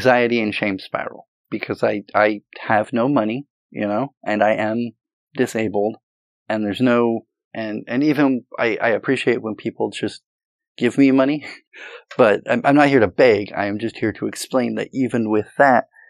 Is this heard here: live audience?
no